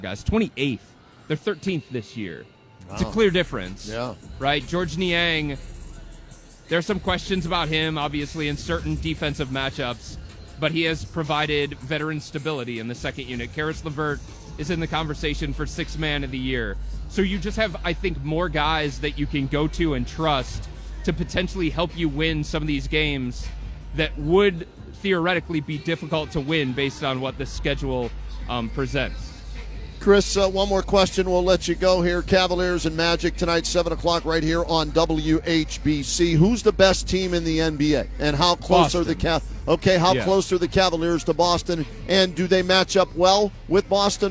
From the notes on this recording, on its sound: live from Rocket Mortgage Fieldhouse